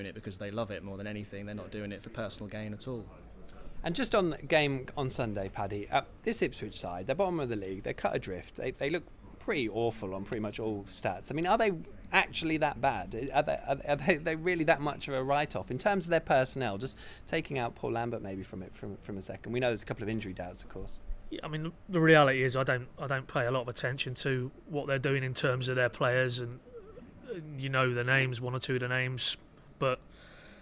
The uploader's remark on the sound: The PinkUn Show is LIVE from Departure Lounge in Norwich. All Canaries supporters are welcome every week to pop along to the pub and have their say live on the show.